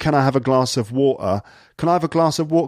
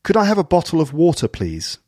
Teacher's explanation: No glottal stops, so none of those dropped T sounds. · Shown in: second take